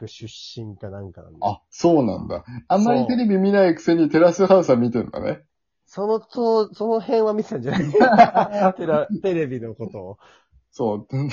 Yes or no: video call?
yes